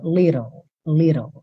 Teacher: a gente tem esses dois T's soando como rarara